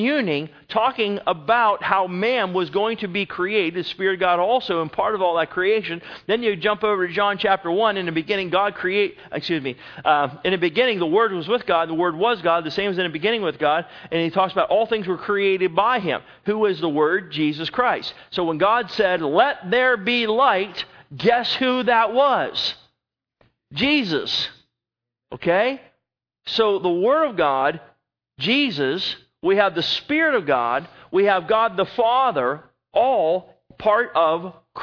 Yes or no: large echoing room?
yes